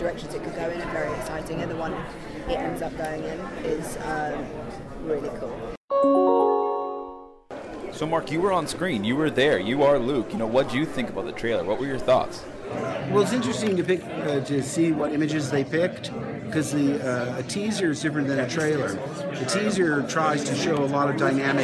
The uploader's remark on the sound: LIVE: The Last Jedi Press Row CAST INTERVIEWS at Star Wars at Star Wars Celebration! Apologize for the mic picking up a little breathing, the reporter next to me was slightly ahead of me and VERY close to my mic!